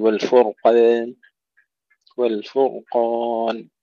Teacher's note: تفخيم الراء وكذلك تفخيم القاف مع المحافظة على فتح الألف